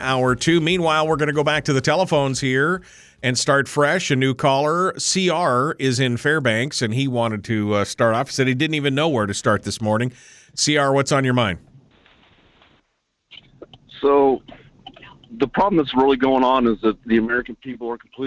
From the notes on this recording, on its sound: We'll take some phone calls.